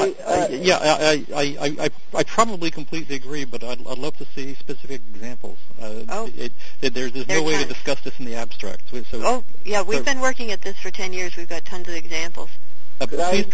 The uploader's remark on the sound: this is be a virtual session conducted over an augmented conference call